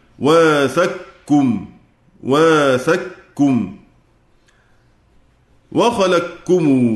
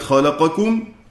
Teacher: أدغم القاف في الكاف إدغاما محضا لتحقق الشروط فيها، وهي تحرك ما قبل القاف وبعد الكاف أتت ميم الجمع.